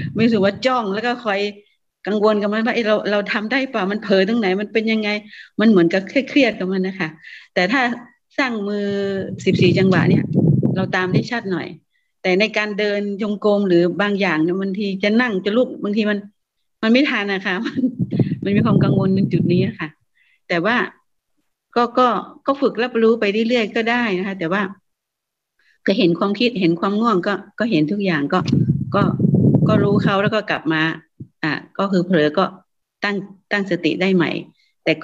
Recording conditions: video call